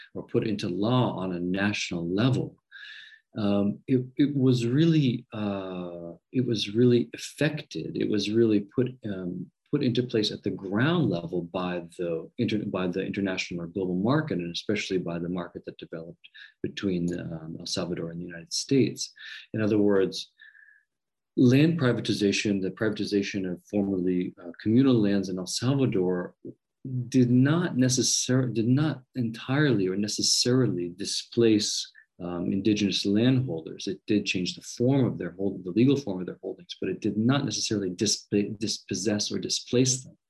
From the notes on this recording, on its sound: This interview was recorded at the Society for Latin American Studies Virtual Conference, 2021.